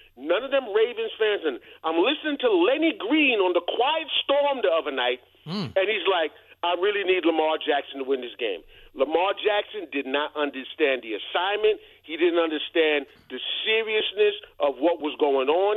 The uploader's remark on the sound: they take more of your calls